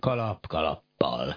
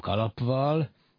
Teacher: A valvel az hasonul a tő utolsó hangjához · Shown in: first take · tehát kalappal, és nem kalapval, és nem fordítva kalavval.